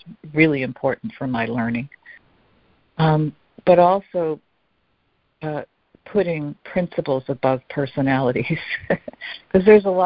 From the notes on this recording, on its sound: ACIM Daily Conference Call.